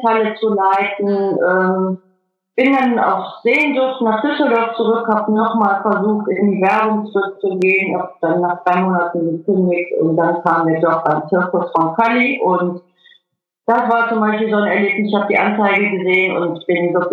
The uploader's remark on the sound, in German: Per Skype interviewt.